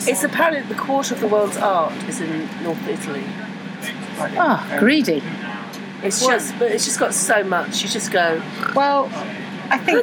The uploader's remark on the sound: Talk on a train